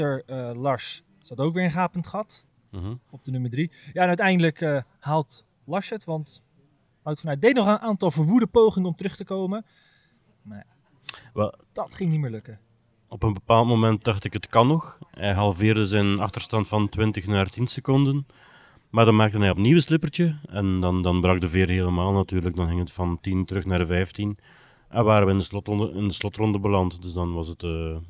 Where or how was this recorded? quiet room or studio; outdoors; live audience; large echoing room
outdoors